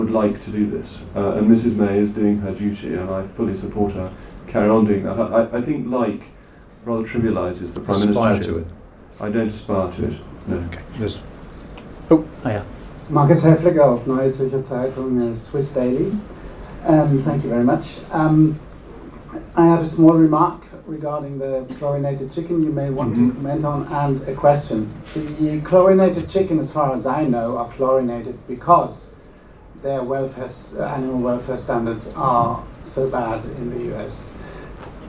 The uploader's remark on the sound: This event was in partnership with Conservative home and held at the Conservative Party Conference in Manchester.